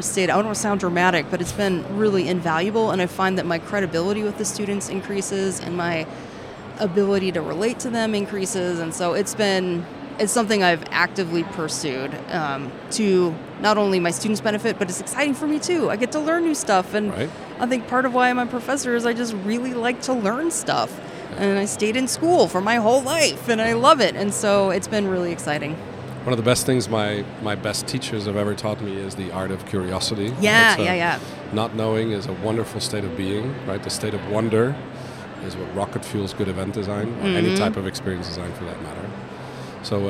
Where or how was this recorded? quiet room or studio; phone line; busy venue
busy venue